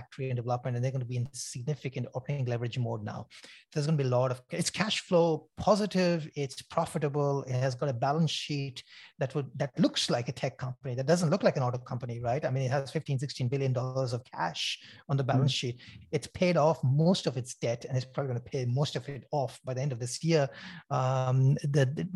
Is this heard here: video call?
yes